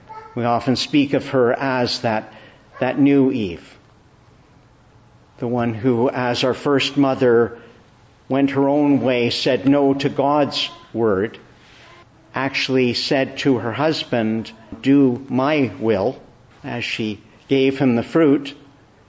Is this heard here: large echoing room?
yes